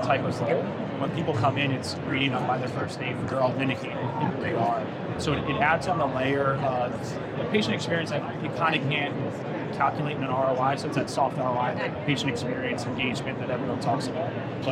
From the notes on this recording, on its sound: Interview in Action live from HIMSS 2023